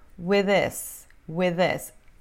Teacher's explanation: O último TH de with basicamente some e vira with this